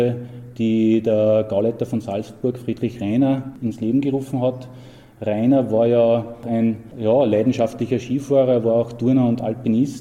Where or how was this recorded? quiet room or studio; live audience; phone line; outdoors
live audience